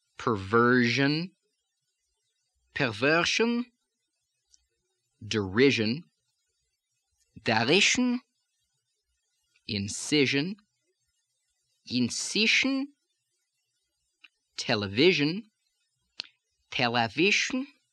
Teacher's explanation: the zh sound, which becomes the voiceless sh in medial and final position, although usually it's in medial position in words.